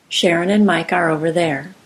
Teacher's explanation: the vowels on both sides of the K sound are blended to and from the K